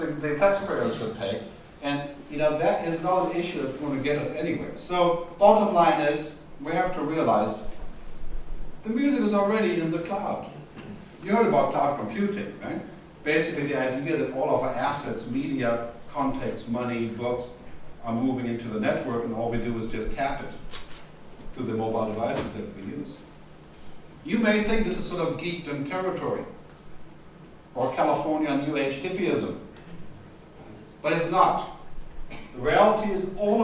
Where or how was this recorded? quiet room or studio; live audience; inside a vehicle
live audience